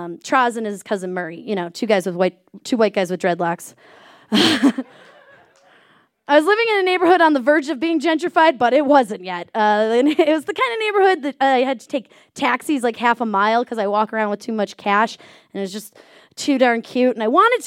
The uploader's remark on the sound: This story was recorded live on 18 January 2017 at Buntport Theater in Denver, Colorado.